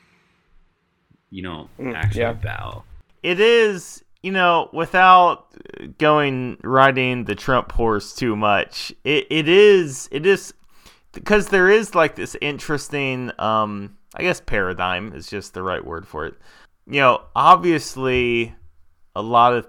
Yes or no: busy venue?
no